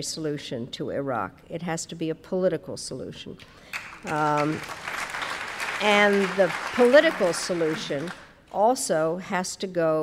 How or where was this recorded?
live audience